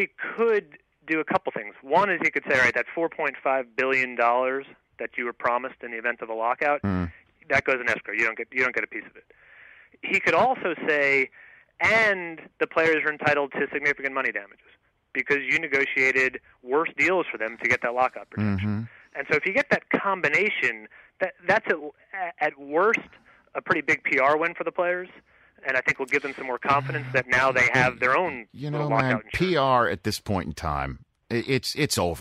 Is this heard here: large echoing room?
no